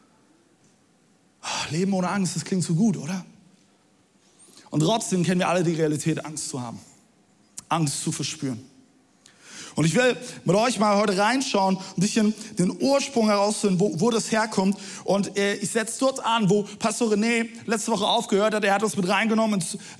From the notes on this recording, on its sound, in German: Audiomitschnitt der Predigt